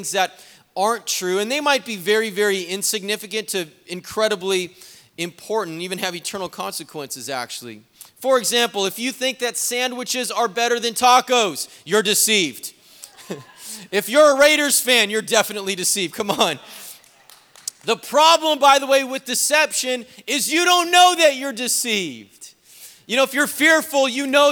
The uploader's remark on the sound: was preached on October 31st at the 11:30AM service